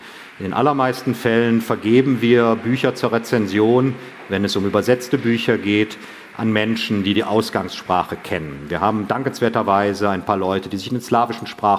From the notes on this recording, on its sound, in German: Hatten zudem die seltene Gelegenheit, auch ein Live-Publikum zu Wort kommen zu lassen. Auf dem Podcast-Festival auf dem F.A.Z.-Kongress "Zwischen den Zeilen".